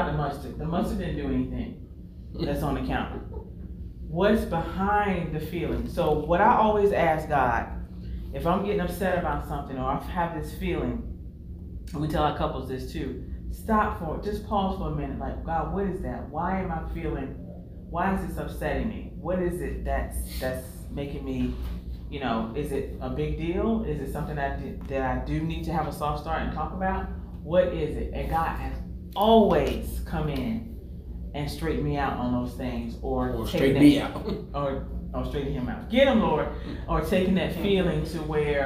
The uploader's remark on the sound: LIVE from REACHgathering 2021